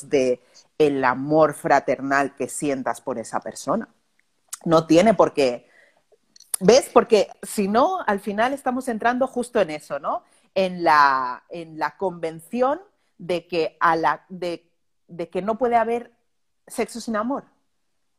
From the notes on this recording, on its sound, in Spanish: Este episodio es la grabación de un directo en Instagram